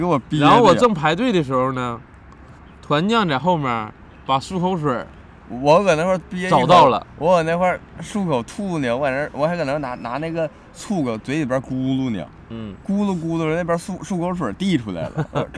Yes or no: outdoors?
yes